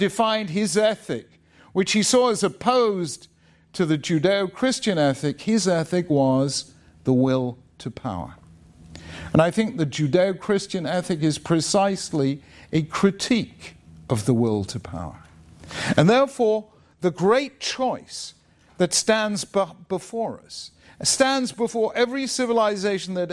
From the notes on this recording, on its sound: Spoke at Eastern University, a Christian non-denominational school in suburban Philadelphia, to a packed audience of students which also included a large segment from a local modern Orthodox school, Kohelet Yeshiva High School. It was presented by the Agora Institute for Civic Virtue and the Common Good, the Templeton Honors College at Eastern University, along with the Tikvah Program and the Beit Midrash program at Kohelet Yeshiva High School.